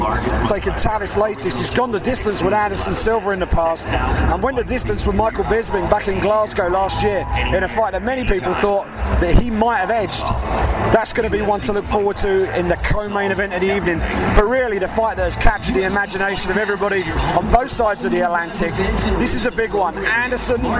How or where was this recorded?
busy venue